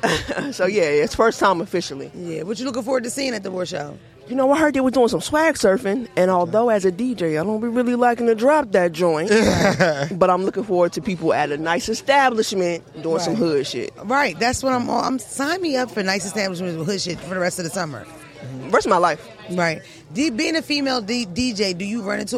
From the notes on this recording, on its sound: Live from the BET Awards.